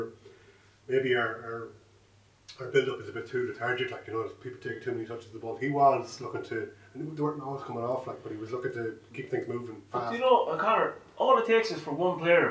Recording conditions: poor sound quality